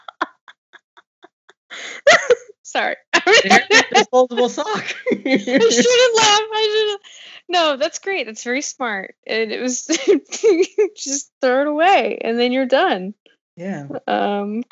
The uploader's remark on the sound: Another quarantine episode over skype.